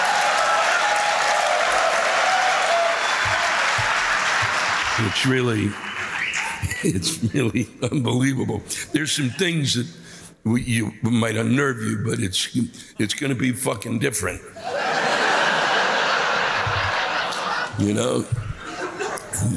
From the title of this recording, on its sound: You Can Hear The Wild Applause